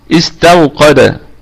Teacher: في حال البدء من على هذه الهمزة تكون همزة المحققة وهتكون مكسورة، استوقد، تمام، لأن ثالث الفعل مفتوح، استوقد، تمام. · Term: همزة الوصل